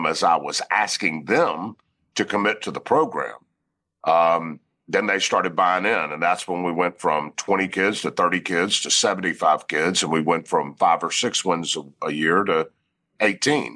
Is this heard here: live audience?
no